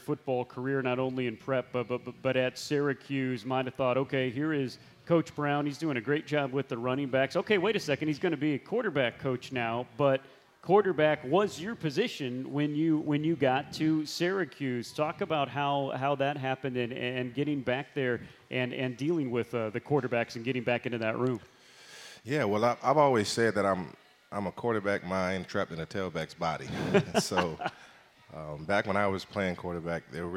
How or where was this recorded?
busy venue